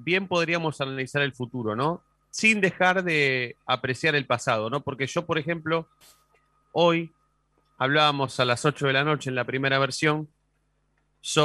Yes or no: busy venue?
no